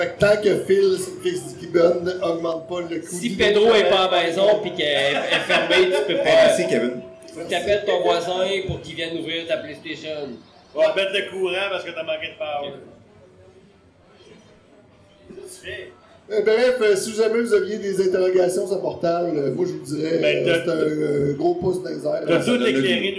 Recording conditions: poor sound quality